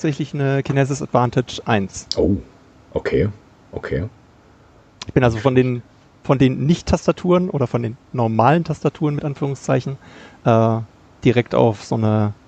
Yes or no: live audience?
no